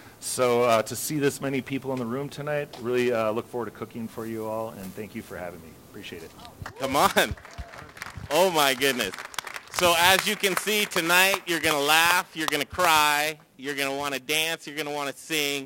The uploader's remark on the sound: Cooking live for you from Logan Street Denver and Carboy Winery! This is night three of the Fall Dinner Series.